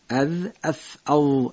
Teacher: یعنی زولق با تیزی ثنای بالا ادا میشه · Term: حروف زولقی